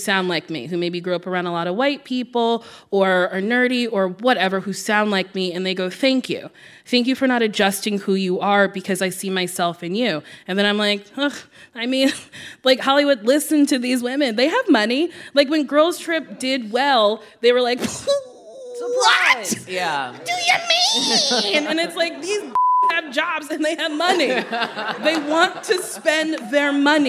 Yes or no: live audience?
yes